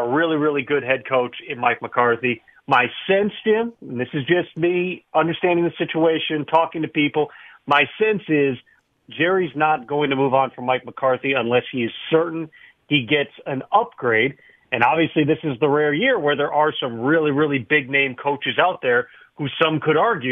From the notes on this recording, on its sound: Phone Calls | More Phone Calls